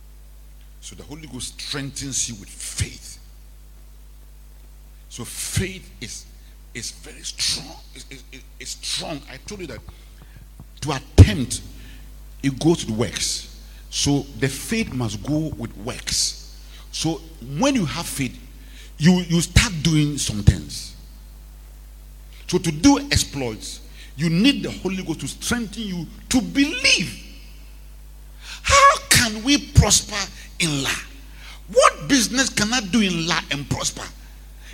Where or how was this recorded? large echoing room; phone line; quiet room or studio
large echoing room